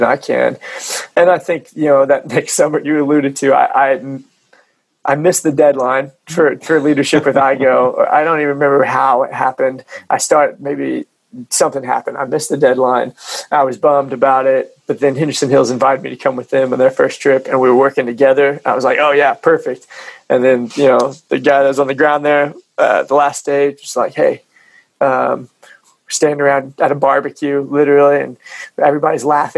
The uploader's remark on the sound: We zoomed